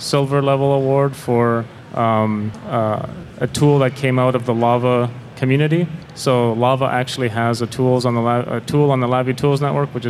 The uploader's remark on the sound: Here's a recording of the VI Shots Live panel I did way back at NIWeek 2012.